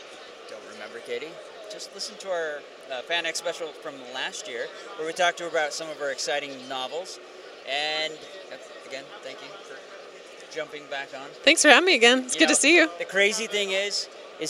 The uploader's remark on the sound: Author Interviews Live From FanX